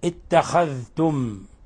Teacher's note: لابد من إظهار الذال، اتخذتم لابد من إظهار الذال وعدم قلبها ذاء دالا.